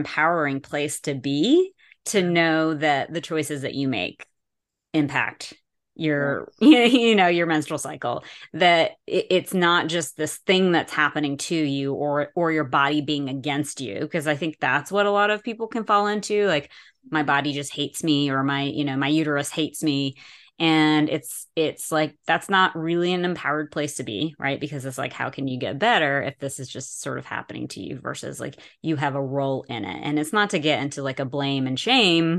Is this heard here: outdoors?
no